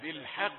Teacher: هات الحاء رقيقة والقاف طبعا في آخر درجات التفخيم